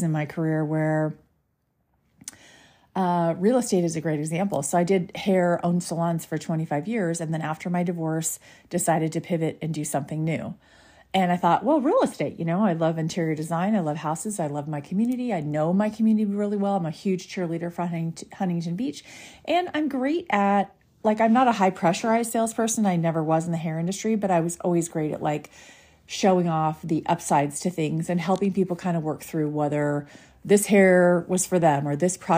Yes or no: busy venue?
no